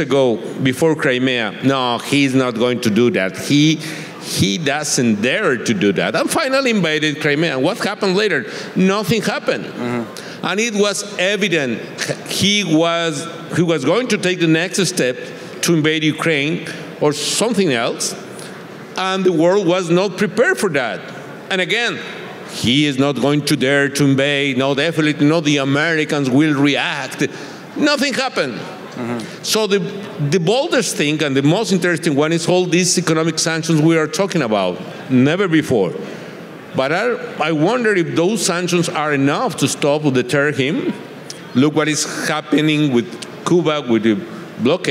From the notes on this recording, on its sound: on stage at the 2022 VRIC